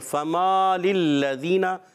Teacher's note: فما للذین ہم پڑھ رہے ہیں نا، تو فما للذین فا کا زبر جو ہے ہم نے نہیں کھینچا، پر میم الف زبر ما علی مدہ ہوا تو اس کو ہم نے ایک الف کھینچ کر ادا کیا